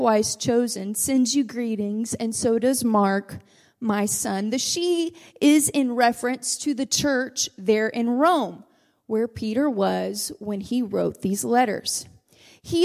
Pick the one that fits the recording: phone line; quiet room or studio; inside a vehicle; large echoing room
large echoing room